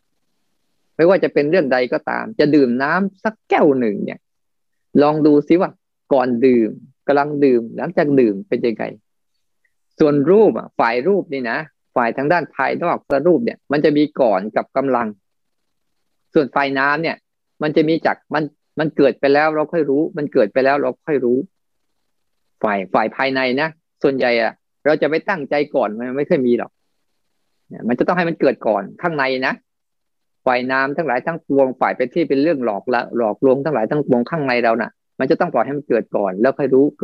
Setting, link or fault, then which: link, video call